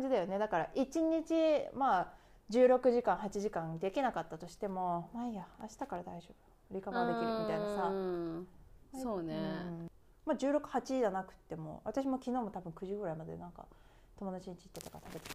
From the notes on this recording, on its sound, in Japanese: 今回なんか音声が小さかったり大きかったりするの、ごめんね。